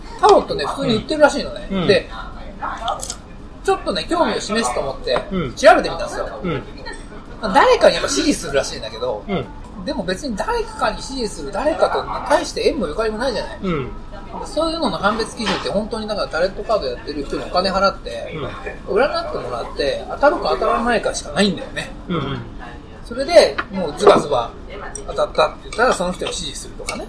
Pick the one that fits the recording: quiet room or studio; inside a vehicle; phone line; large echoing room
inside a vehicle